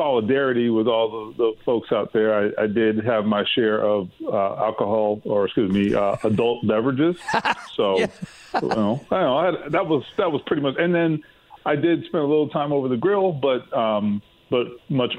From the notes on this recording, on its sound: opens the phone lines up and takes some comments